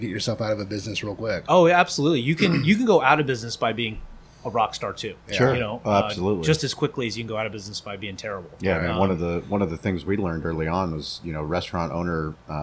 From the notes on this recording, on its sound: San Diego, CA. Podcast recorded live above the butcher shop at Valley Farm Market in Spring Valley, California.